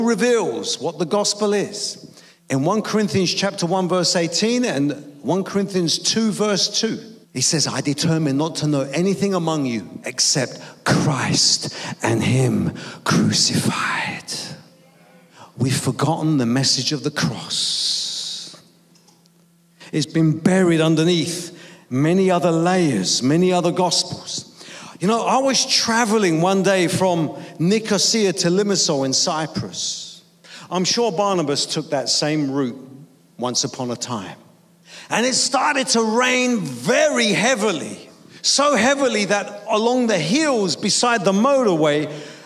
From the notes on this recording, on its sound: preaching at a Church in Thailand